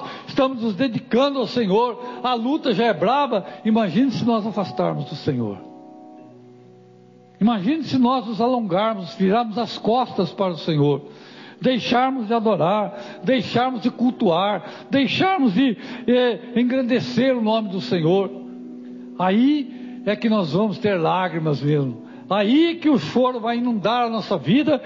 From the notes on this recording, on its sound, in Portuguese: Culto gravado 30/09/2022 - Culto de Cura e Libertação.